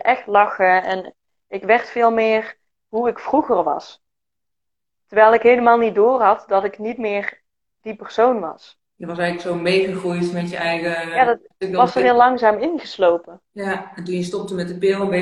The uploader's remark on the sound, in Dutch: tijdens een live op Instagram